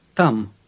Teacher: It starts with a T sound, as you might guess, but it's not as explosive as the English T.